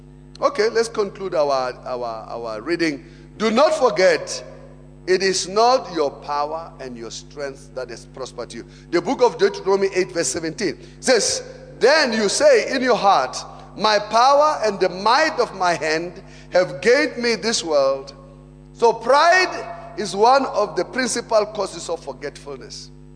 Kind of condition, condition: setting, large echoing room